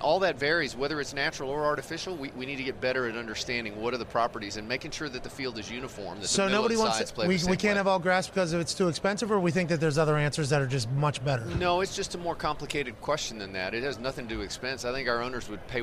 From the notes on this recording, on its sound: Super Bowl Thursday from Radio Row. LIVE from radio row in BEAUTIFUL Phoenix, Arizona for this Super Bowl Thursday.